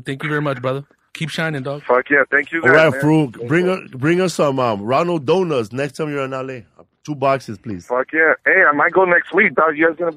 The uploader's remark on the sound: We did another call-in show today.